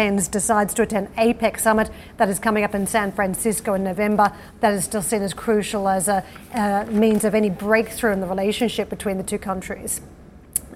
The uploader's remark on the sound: We are live at ADIPEC in Abu Dhabi